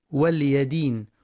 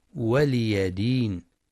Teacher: والصواب ولي دين بكسر اللام وفتح الياء · Shown in: second take